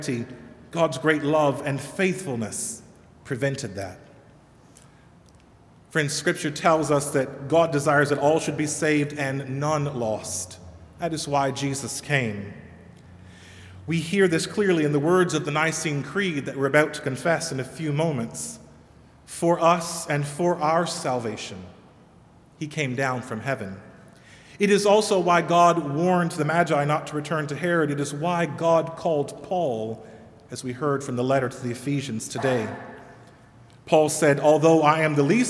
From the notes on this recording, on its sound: Sermon delivered at All Saints Kingsway on January 5, 2020.